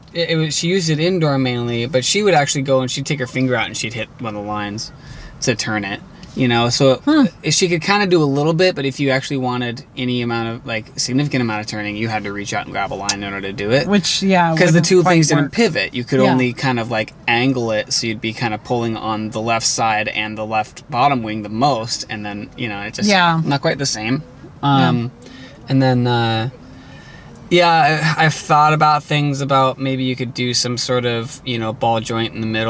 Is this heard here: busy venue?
yes